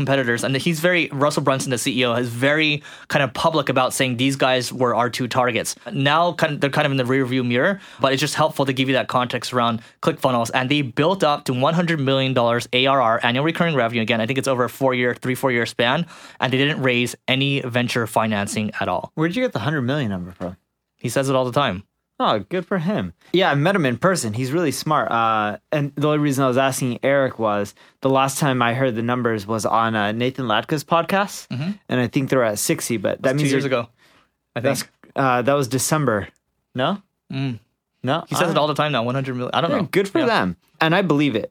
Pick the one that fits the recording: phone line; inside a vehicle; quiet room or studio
quiet room or studio